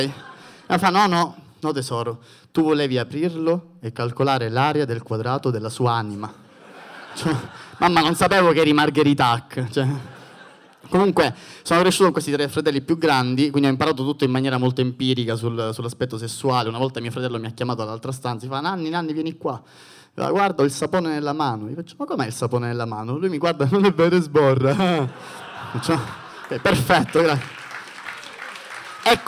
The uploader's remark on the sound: Open Mic Tour - Palermo - Comedy Central